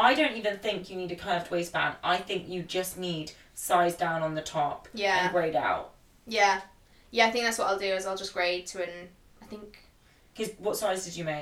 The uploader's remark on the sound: Please excuse some small audio issues we had with the microphone!